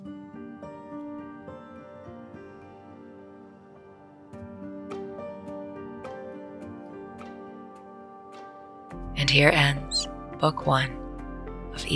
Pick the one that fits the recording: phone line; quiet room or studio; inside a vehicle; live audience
inside a vehicle